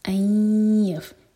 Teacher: این یف روتا، جب ادغام کریں تو میک شیور کہ دو سیکنڈس کا ٹائم دیں. این یف، یہ ہے ادغام غنہ کے ساتھ، یعنی کہ ناک میں آواز جائے گی